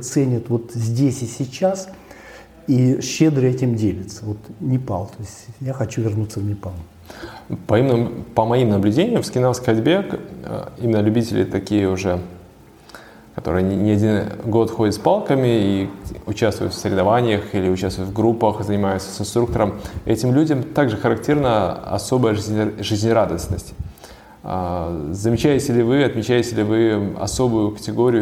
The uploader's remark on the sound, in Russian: на встрече, посвящённой 5-летию школы NordicWalking